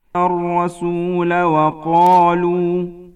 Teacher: رابعا، ألف الرسول في سورة الأحزاب الآية 66 قوله تعالى: الرسول. فعندما نصلها بما بعدها تحذف الألف وتلفظ الكلمة على هذه الصورة: الرسول وقالوا.